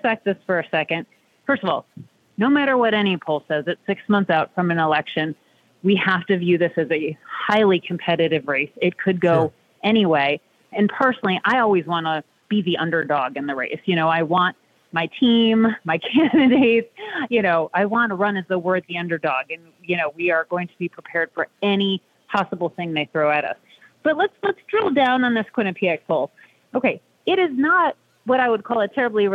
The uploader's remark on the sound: we take your calls in open phones across America